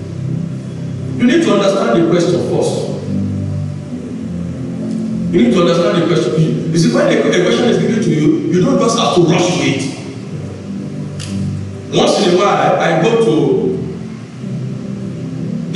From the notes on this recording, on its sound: Covenant Champions Global Assembly Live Service